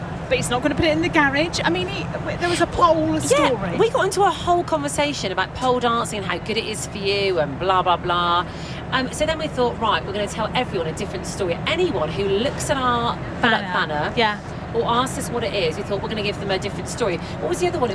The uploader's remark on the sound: Pod on a plane. We recorded our pod up in the sky on the TUI flight to Palma, Majorca!